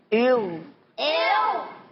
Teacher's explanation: حلق کے اوپر والے حصے سے غین ادا ہوگا